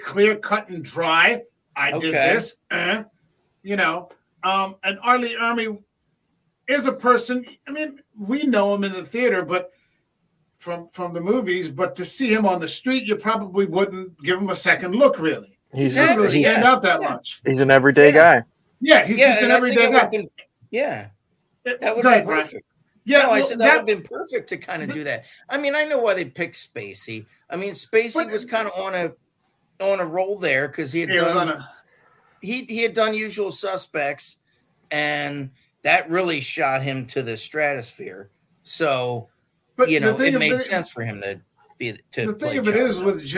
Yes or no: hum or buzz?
no